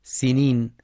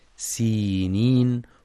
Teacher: وفي كلمة سينين يخطئ من يقرأها بدون ياء بعد السين سينين، والصواب تحقيق الياء بعد السين · Shown in: second take